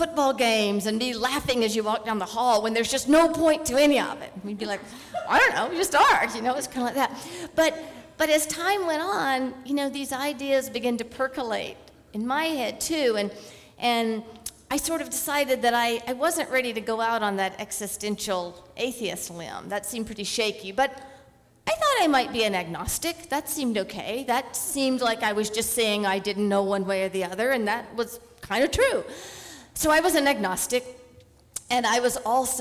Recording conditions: live audience